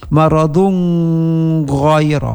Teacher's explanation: Imam Abu Ja'far ini tanwin dun bertemu dengan gha dengan ikhfa